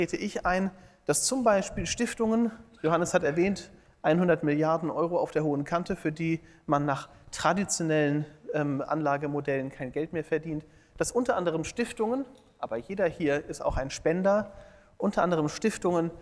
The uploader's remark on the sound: Entrepreneurship Summit 2017: Keynote. Beim Entrepreneurship Summit 2017 in Berlin.